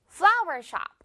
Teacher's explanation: flower, 이 꽃 부분을 강하게